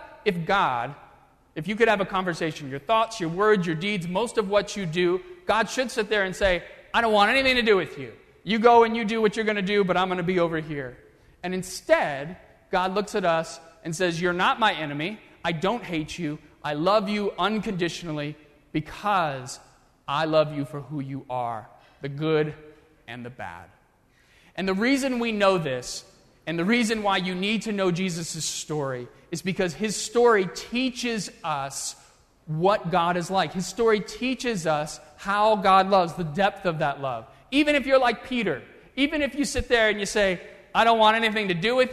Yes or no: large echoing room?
yes